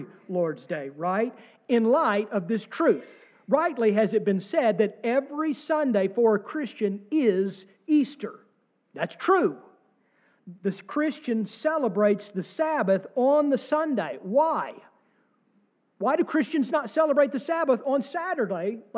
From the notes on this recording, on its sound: sermon from our service on Easter Sunday, April 9, 2023